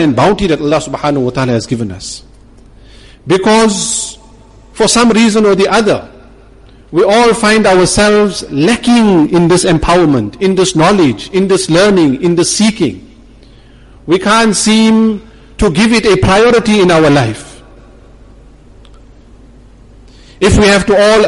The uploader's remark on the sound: Jumuah lecture at Umhlanga Masjid